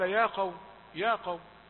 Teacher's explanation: أنه يستعد مبكرا لنطق القاف المفخمة، فأضفى شيئا من التفخيم على الياء والألف كذلك، فقال يا، يا قوم، لا نقول هكذا.